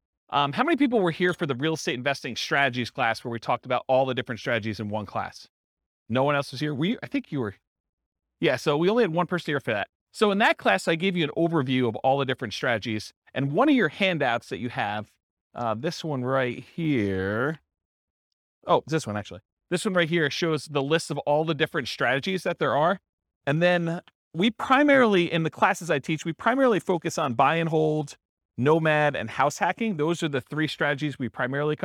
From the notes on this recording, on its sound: This was a live class recorded